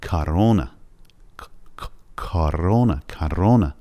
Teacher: حرف کا رو وقتی داریم تلفظ میکنیم دهان تبدیل میشه به یک فضای باز، زبان از کام دهن، از سقف دهان فاصله میگیره. کارونا، کارونا، کارونا. · شاید تعجب بکنید که من چرا کارونا تلفظ کردم، در حالی که بعد از حرف کا توی تصویر او میبینید. یه او داریم که صدای آ تلفظ شده و یه او دیگه داریم، دومین او، که صدای او تلفظ شده. علتش هم این هستش که استرس اودارنیه یا فشار روی حرف روی او دوم قرار داره.